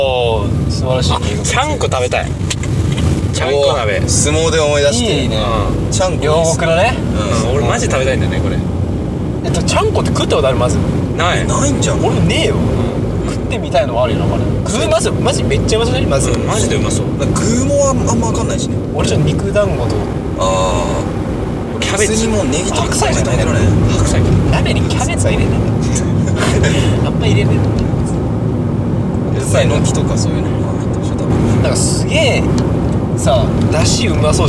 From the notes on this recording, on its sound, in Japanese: 車内のため少し音声が悪くなっております。